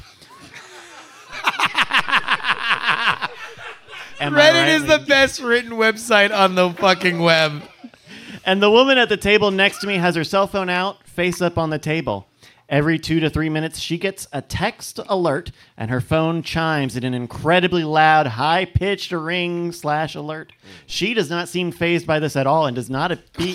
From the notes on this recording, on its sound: Live in Austin, June 2023. Quack's Soundspace, it's Great Night live!